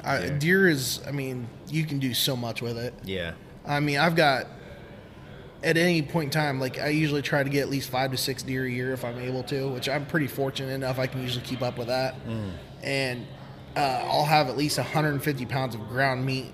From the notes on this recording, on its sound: BFFs are on location at Des Moines branch of Peace Tree Brewing Company.